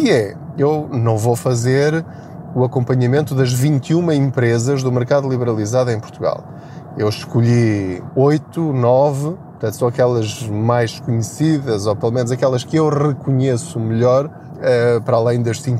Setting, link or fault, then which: setting, inside a vehicle